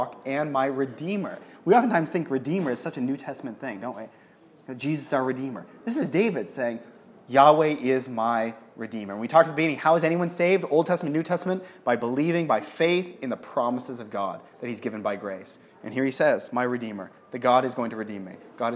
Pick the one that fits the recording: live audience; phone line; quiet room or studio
live audience